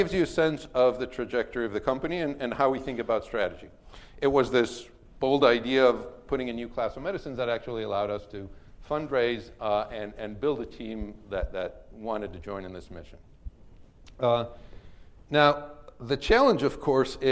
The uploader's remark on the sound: first recorded at the 7th annual Chief Medical Officer Summit